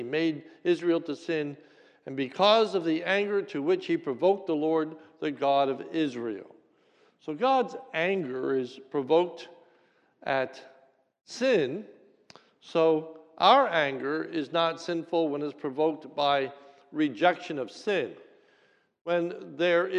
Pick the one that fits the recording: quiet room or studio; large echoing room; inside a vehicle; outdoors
large echoing room